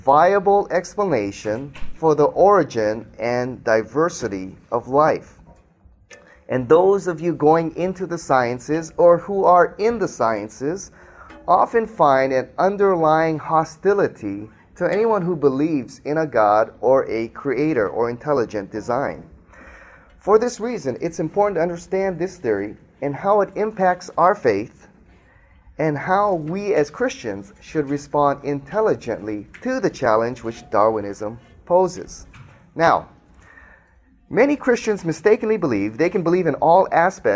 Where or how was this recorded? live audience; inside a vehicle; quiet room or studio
live audience